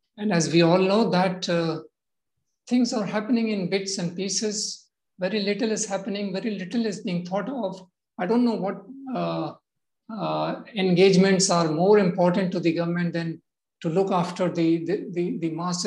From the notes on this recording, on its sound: Zoom and Facebook Live